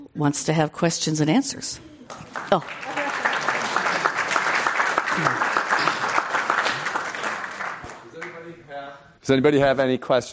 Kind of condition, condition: setting, live audience